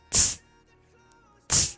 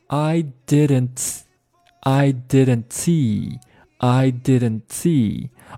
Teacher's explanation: 住，不要进行爆破就好了。那堵住就是把舌尖顶到上牙膛。Ididn't，下一个音就是 T，马上就可以爆破了。但是停在这儿就可以了。也就是舌尖停在，顶在上牙膛的这个位置。I didn'tOK，那你舌尖这个时候顶在上牙膛，那下一个单词是 C。那我请大家把舌尖放在上牙膛，然后读 C 这个单词，你会发现它这个时候前面的这个清辅音 s 会变成一个类似 ts 这样的音，T S ts 这样的音。跟我读一下，先把舌尖顶到上牙膛，然后读 s tsts。因为这个时候呢，你的舌尖实际上有一个从上牙膛过度地，呃，上牙齿齿背的这么一个滑动，那这个滑动过程中呢，就会产生一个呲，呲，呲这样的一个声音哈。所以说，I didn'ts， I didn'tsee， I didn'tsee，而不是 I